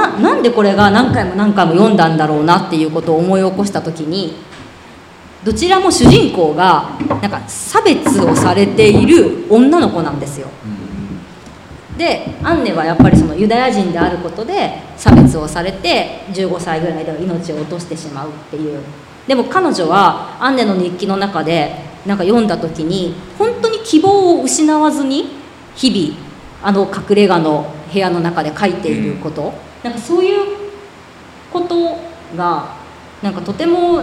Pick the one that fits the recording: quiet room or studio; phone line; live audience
live audience